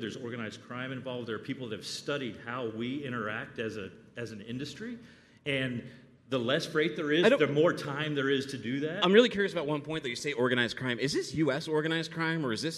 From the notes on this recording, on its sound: coming to you live from day 2 at FreightWaves’ Future of Freight Festival